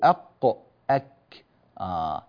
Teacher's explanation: والكاف أفردناها بمخرج وقلنا هي من أقصى اللسان مع الحنك الأعلى تحت مخرج القاف أو أمام مخرج القاف أو بعد مخرج القاف، فهي يعني مستقلة في مكان مستقل وليست من مخرج القاف نفسه، ليست من نقطتها نفسها، فلذلك جعل العلماء للقاف مخرجا وللكاف مخرجا آخر.